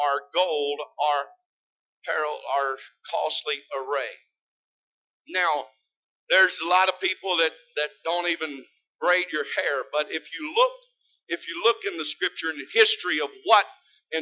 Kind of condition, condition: setting, large echoing room